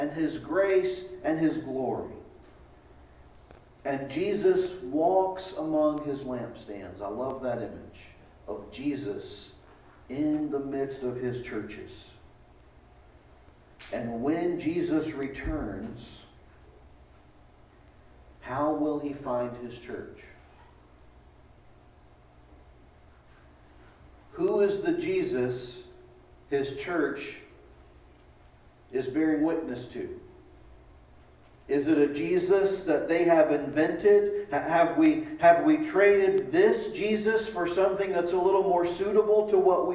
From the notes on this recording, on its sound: Delivered at East Eleventh Street Baptist Church, January 10, 2021